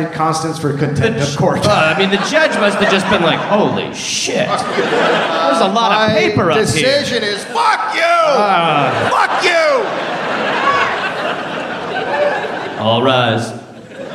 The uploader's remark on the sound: Live in Chicago. Recorded live at The Anthenaeum in Chicago, Illinois.